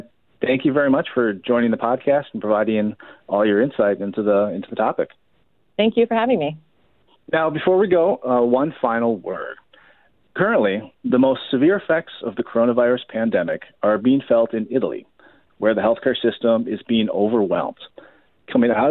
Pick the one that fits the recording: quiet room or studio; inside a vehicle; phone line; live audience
phone line